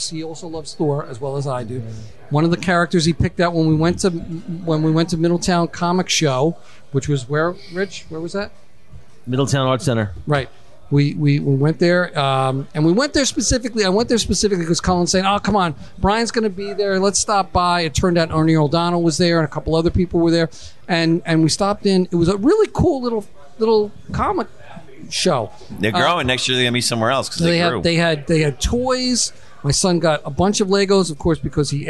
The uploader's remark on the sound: Podcasts live from Maloney's Pub in Matawan NJ.